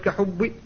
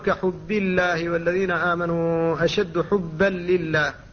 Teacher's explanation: لا بد من الحرص على ترقيق الباء وعدم تفخيمها · Shown in: second take · فكثير من الناس يفخمها يقول كحب، وهذا لحن هو من لحن خفي، ولا بد من الانتباه له.